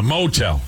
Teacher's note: There's an emphasis on that first syllable.